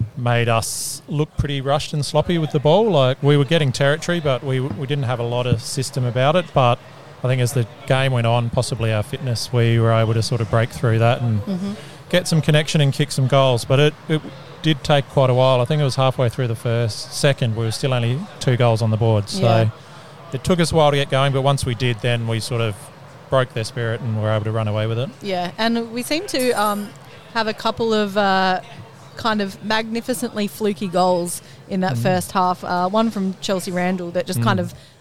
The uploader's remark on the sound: LIVE from the Courtyard at the TA Hotel in Mitcham. Plenty of live listener feedback and general social media.